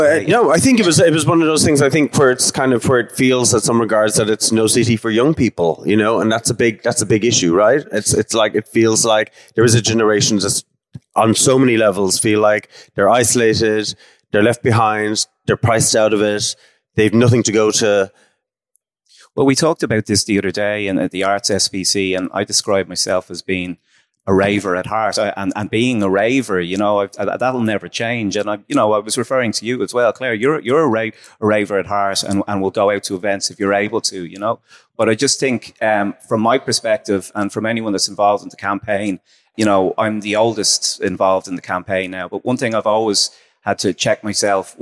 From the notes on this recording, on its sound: Our Culture Night event in the Fruit and Veg market in Dublin. Here's a recording of that talk.